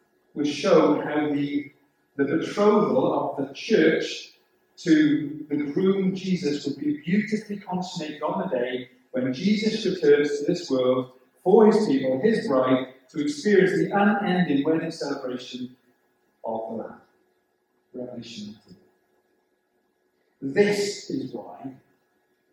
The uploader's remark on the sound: The sound quality of this recording is quite poor.